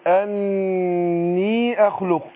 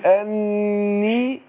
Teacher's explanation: الغنة النون هتاخد غنة حركتين وبعدين الياء بديها المد الطبيعي بتاعها